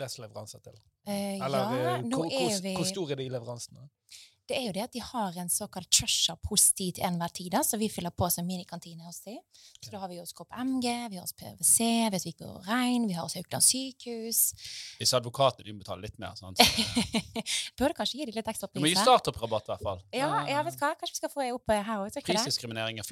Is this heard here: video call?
no